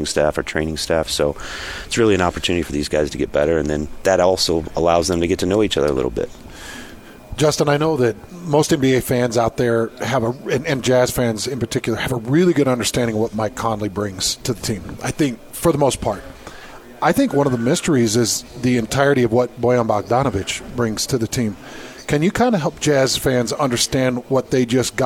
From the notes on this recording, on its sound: live from Utah Jazz Media Day